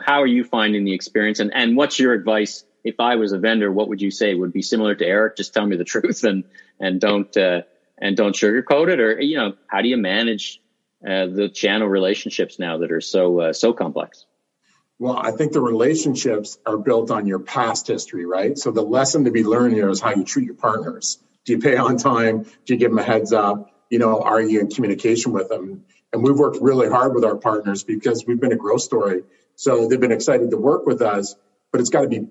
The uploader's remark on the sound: In this episode I moderate a live and interactive retail thought leadership panel live from the Association for Corporate Growth’s virtual stage here in Toronto.